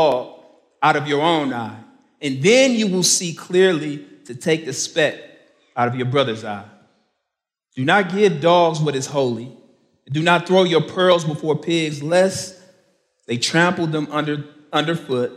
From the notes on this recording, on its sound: main talk from the 2023 Rooted Conference in Franklin, TN